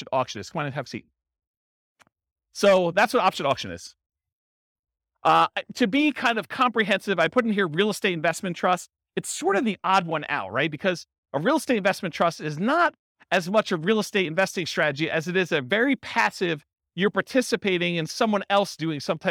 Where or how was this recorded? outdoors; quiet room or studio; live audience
live audience